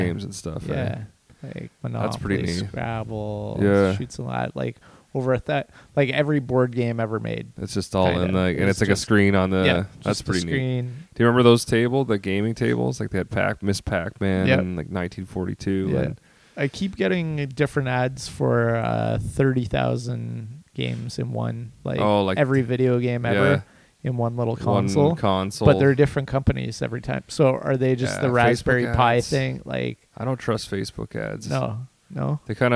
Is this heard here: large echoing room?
no